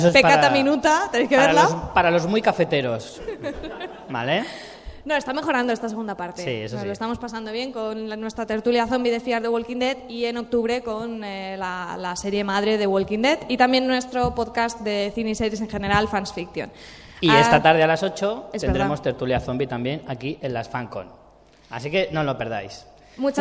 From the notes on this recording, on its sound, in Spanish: Directo en FanCON 2016. Ya podéis escuchar el programa que grabamos en directo en Fancon Barcelona. Además contamos con un público maravilloso que también participó en la grabación.